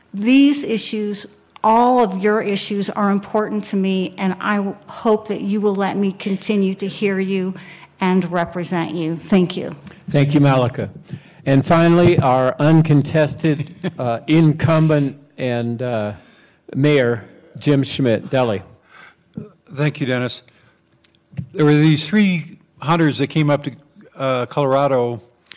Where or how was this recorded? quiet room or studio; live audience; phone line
live audience